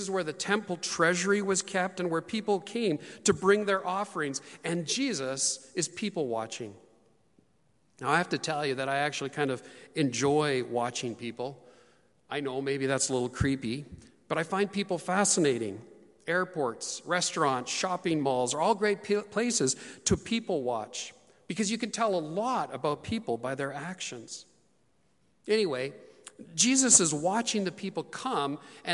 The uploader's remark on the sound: Terwillegar Community Church's first ever live-streamed service. Happening in response to the global Covid-19 situation.